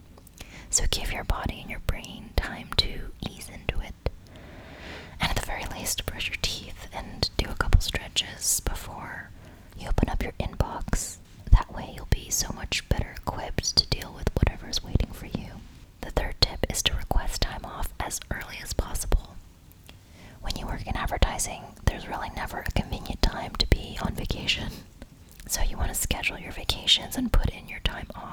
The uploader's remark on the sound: If you're not a fan of unintentional mouth sounds, this episode may not be for you.